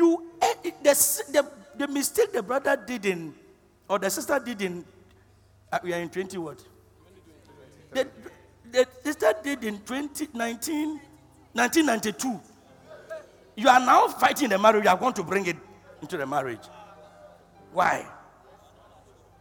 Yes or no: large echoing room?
yes